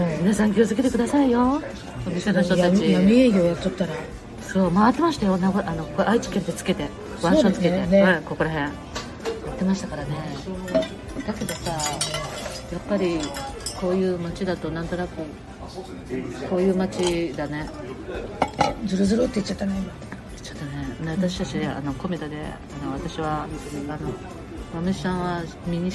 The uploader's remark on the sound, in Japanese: スタジオ収録終了後にコメダで雑談を収録。